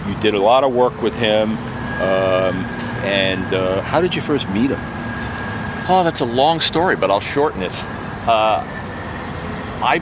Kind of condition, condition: setting, outdoors